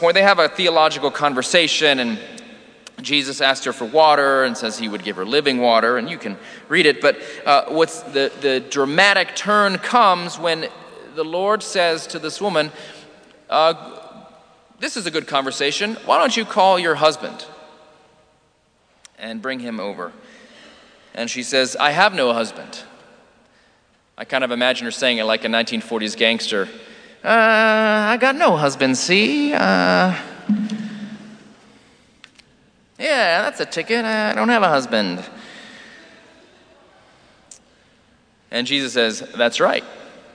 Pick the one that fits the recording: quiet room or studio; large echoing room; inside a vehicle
large echoing room